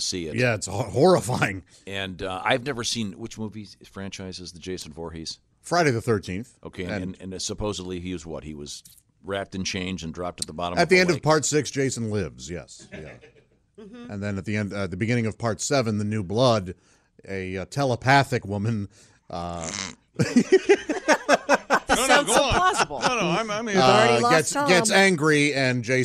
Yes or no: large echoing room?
no